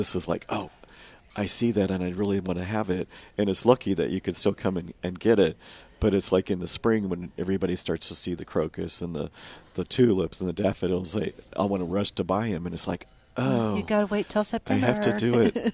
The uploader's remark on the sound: Live at Prairie Gardens